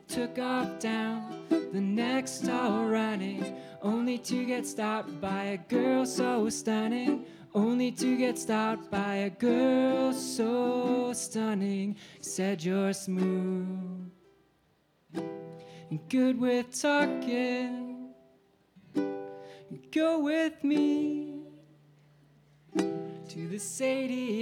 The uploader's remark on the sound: Live Christmas Gala Coffeehouse! This week on Wittenberg Radio features Wittenberg Live!